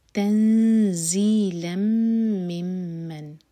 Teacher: زا کے لیے اخفا، زا پر بزنگ ساؤنڈ، لام کی تنوین کے بعد میم، تو ادغام غنہ کے ساتھ.